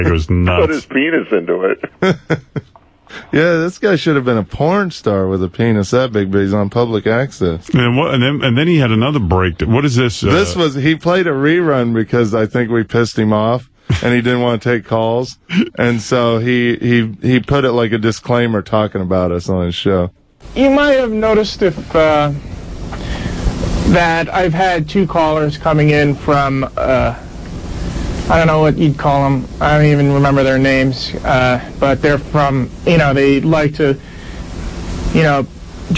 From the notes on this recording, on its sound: Prank Phone Calls Collection